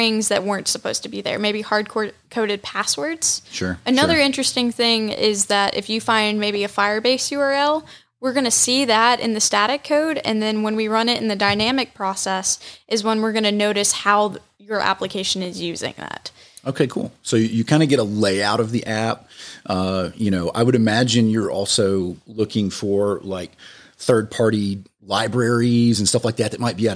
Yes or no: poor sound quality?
no